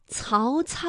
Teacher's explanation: 舌尖要抵住上齿背来去发音的